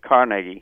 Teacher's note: the correct pronunciation is Carnegie, accent on the first syllable